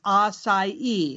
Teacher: acai with a soft C and stress on the last syllable.